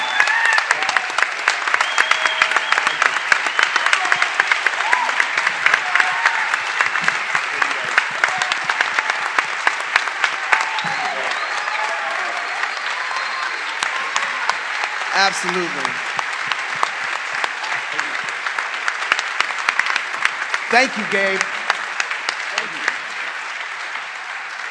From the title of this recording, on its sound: Fight Laugh Feast Conference: LIVE SHOW!!!